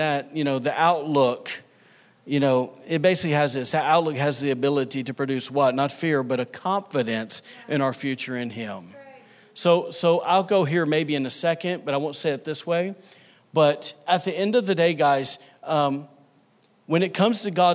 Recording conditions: large echoing room